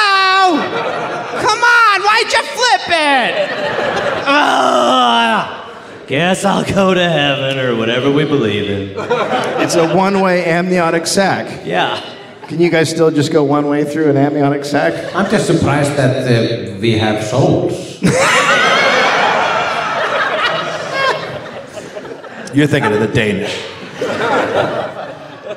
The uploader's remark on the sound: Live from Reykjavik